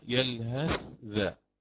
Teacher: أبقى على نفس المخرج دون إدغام فقط، أبين الأولى وآتي بهمسها